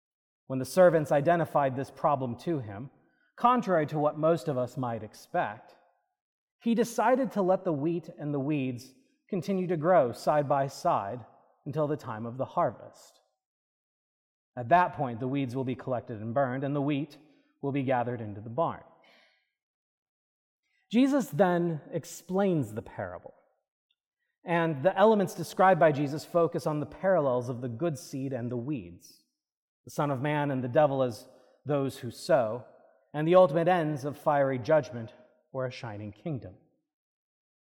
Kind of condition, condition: setting, large echoing room